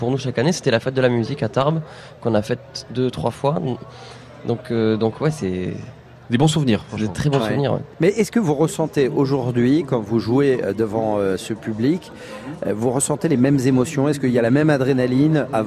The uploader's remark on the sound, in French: La fête de la Musique en direct de Nice